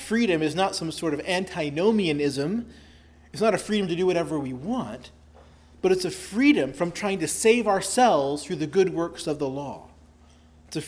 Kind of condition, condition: setting, large echoing room